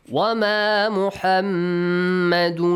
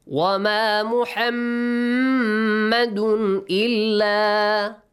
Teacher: The mim is mushaddad there. You have to stretch the sound. Produce a nasal sound also. Dun ends with tanween.